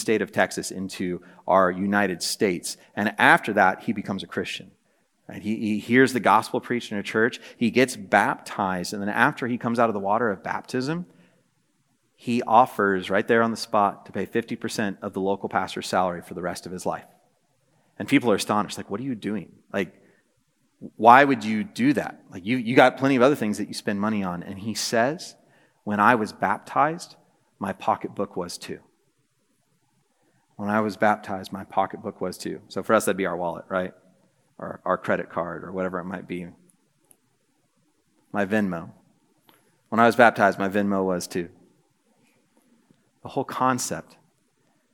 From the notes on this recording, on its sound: This message was preached on December 7, 2023 at a Thursday Night Gathering of Coram Deo College Ministry.